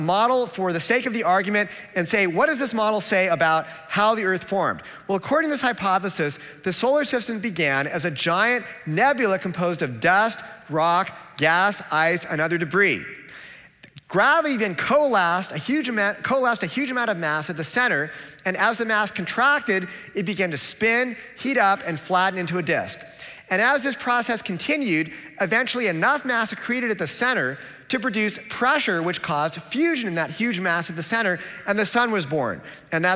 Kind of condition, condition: setting, live audience